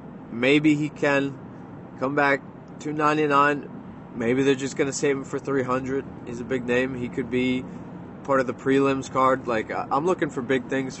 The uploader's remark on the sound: from the car